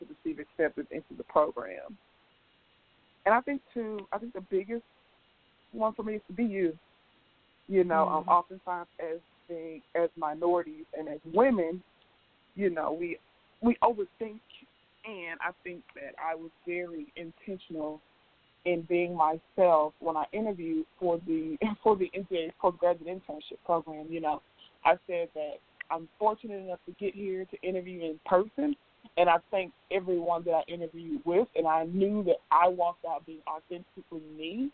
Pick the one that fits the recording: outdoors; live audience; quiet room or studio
outdoors